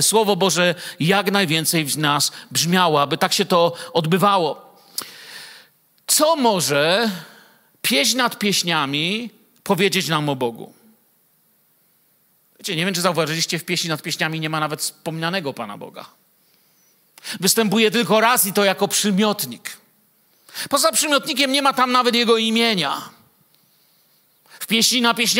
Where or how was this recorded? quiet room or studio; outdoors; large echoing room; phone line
large echoing room